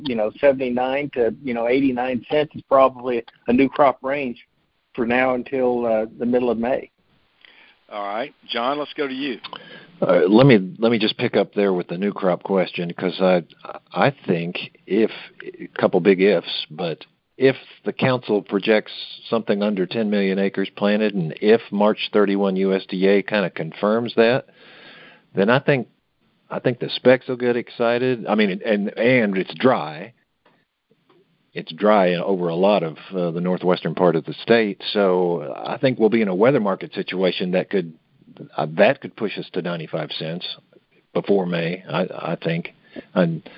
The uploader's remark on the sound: Monthly Cotton Conference Call.